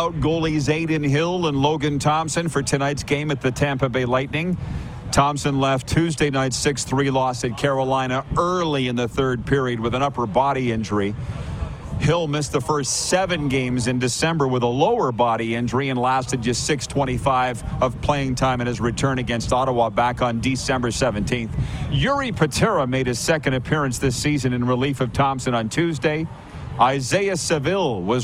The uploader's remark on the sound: LIVE from the Beachouse in Pompano, FL